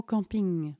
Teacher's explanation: C'est comme la fin du mot camping. C'est un son purement nasal. Tout l'air passe par le nez, bien que la bouche soit grande ouverte parce qu'on vient coller le voile du palais et le pied de langue.